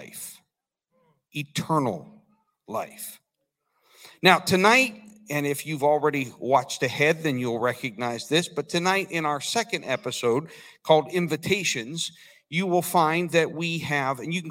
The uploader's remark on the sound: This sermon was recorded live on November 27th 2022 at Newark United Pentecostal Church